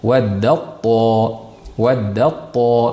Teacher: umuman ta'ning asari qolmaydi. Na sifati, na makhraji. · Term: idg'om mutajonisayn